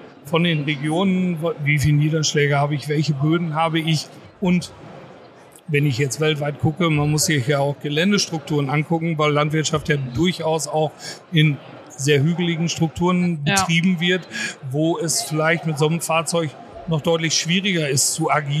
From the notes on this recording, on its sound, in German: Live von der Agritechnica. Wir haben uns auf der weltgrößten Landtechnikmesse umgesehen.